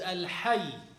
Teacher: Some people who claim to be Sufis and they gather in congregation, when they want to make zikr, instead of saying about Allah Qayyum Hayy with the stress on the ya, they say Hayy without stressing on the ya. Now the name of Allah is Al Hayy with stress on the ya, meaning the one who is alive. But Hayy without stress, in some languages, it means milk.